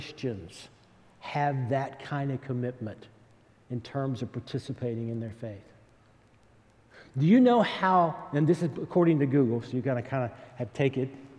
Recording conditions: large echoing room